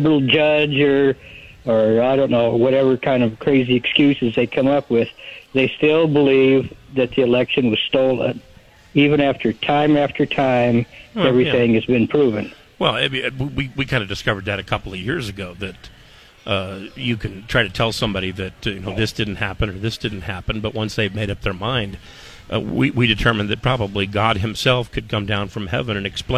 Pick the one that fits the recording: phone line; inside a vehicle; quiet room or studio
phone line